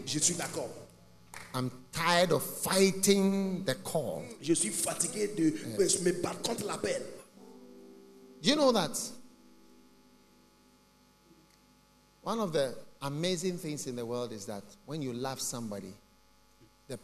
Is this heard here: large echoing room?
yes